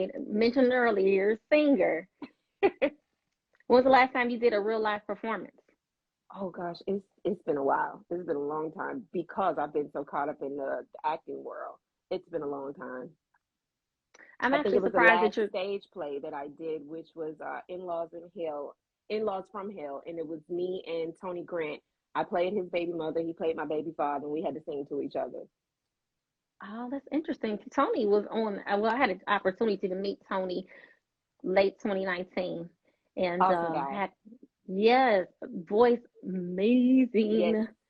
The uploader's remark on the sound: Recorded 4/24/2022 via Instagram Live.